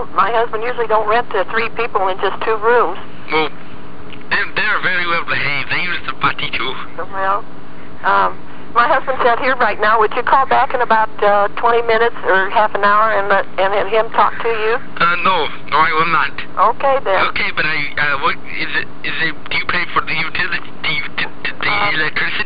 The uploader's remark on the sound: Prank Phone Calls